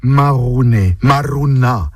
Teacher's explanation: Dans le mot, le R roulé nous montre une personne qui râle aussi, qui bougonne.